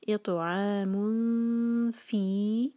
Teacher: تنوین کے بعد فا ہے تو یہاں ہم اخفا کریں گے نون کے ساتھ ان کو چھپائیں گے اور فا کے لیے زبان تیار کریں گے